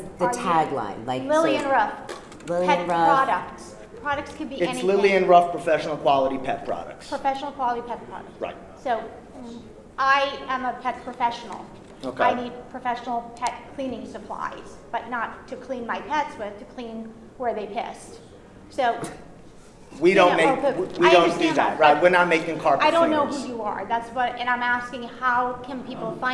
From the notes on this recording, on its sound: Live to Tape from the 2018 Global Pet Expo in Orlando, Florida March 22, 2018